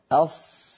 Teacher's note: لها صوت معين أص لأنها مفخمة مستعلية مطبقة